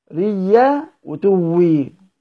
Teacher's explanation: هنقرأها بياء مشددة وواو مشددة · Term: الإدغام